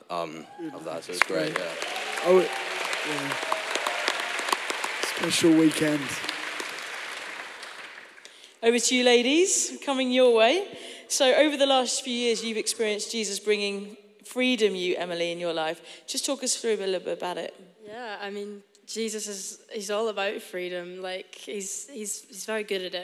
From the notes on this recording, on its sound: Recorded live in Stafford at Dreaming the Impossible 2023.